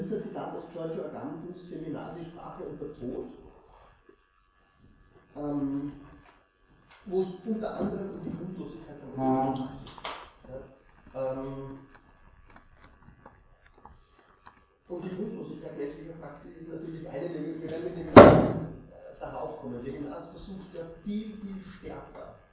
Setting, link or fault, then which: fault, poor sound quality